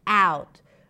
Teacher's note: the stress is on the word out. Out. The word out is pronounced with the a as in cat, and then we shift to the sound, ow, and then we end it with a T. · The word out is pronounced with the a as in cat, and then we shift to the sound, ow, and then we end it with a T. Could be a held T, out, or a pop T, out.